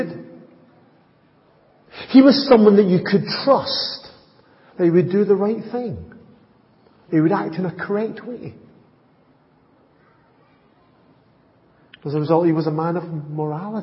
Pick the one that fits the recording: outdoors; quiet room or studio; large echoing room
large echoing room